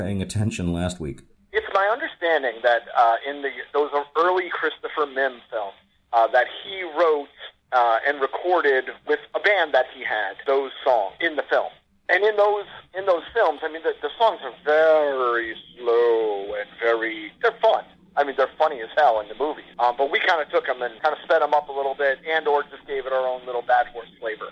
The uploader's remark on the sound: first ever phone interview